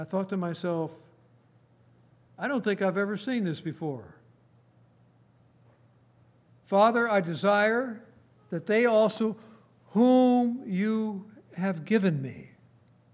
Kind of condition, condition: setting, large echoing room